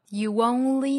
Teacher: snow. Only know you love herWhen you let her go.我们再来看美音。那美音呢，注意单词的发音哈。我们刚才讲到词间也好，包括连读的规则、省读等等都是相同的。我们要注意 only，美音读成 only， o 的双元音再带后面的 only，only， you only 同样是连读带出小的 w